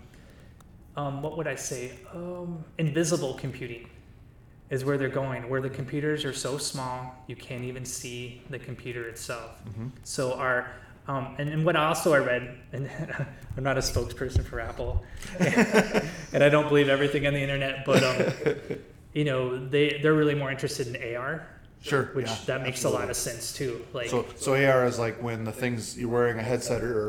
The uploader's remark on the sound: Caution this episode does have some echo, but it's too good not to release.